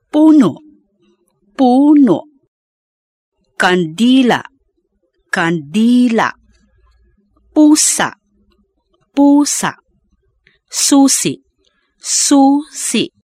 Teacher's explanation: Penultimate stress with a glottal catch, where the stress is on the next to last syllable. The vowel at the end is pronounced with a glottal catch, which beginners often mistake as the sound of K.